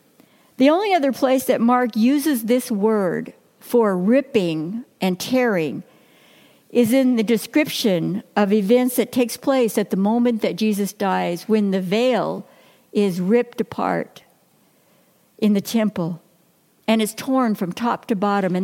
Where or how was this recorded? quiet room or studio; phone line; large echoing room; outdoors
large echoing room